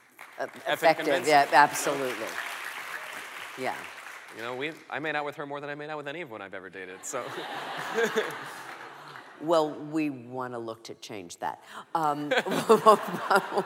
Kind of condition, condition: setting, live audience